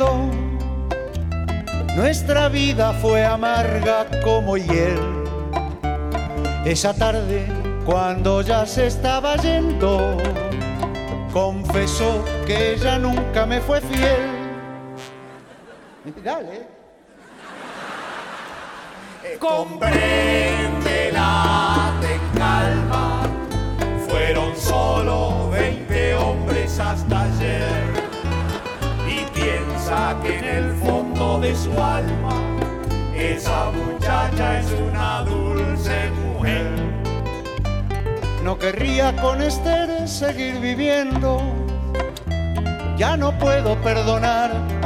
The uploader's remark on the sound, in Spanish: Grabado en vivo en: Teatro Coliseo. Buenos Aires.